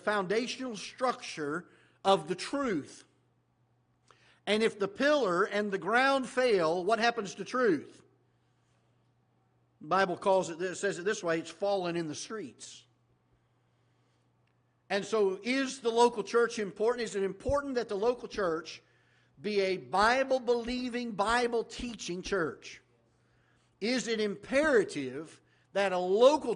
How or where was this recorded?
large echoing room